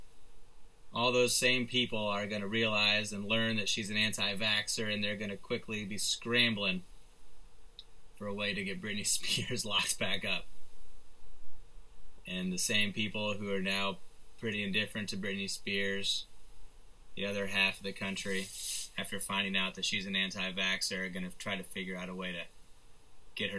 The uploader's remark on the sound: Apologies for slightly wonky audio this week, had to jump through a couple hurdles in order to rescue a corrupted file.